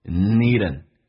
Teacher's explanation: will you need 跟 an 形成个连音， an 弱化成 n 这个发音，就变成 needn will you need andwant， will you need andwant，听核心词汇 to